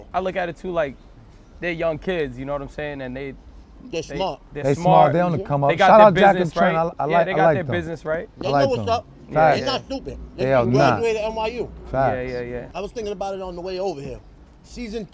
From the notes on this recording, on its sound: Thanksgiving day live from Coney Island!